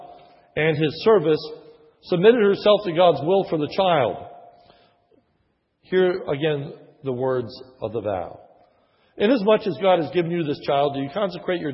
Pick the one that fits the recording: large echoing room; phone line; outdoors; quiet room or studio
large echoing room